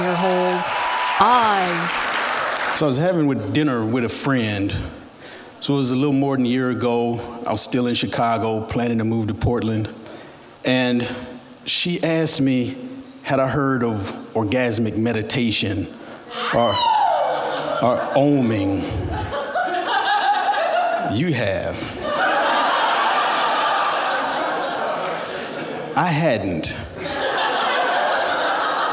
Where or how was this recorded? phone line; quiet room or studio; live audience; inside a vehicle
live audience